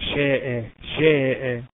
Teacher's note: الشين حرف مرقق يبقى الألف ترقق